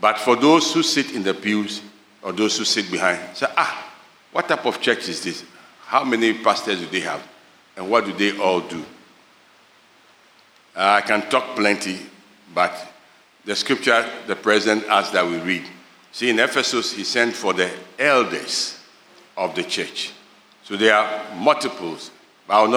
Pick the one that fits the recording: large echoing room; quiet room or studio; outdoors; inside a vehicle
large echoing room